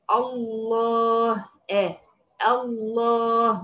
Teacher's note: همزة الوصل هنا بتنطق عشان هي بداية الكلمة، فبتنطق كأنها همزة